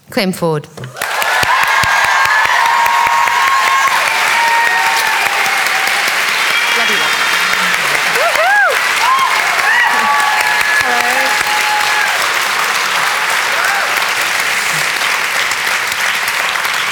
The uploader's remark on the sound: This is a live recording from our event.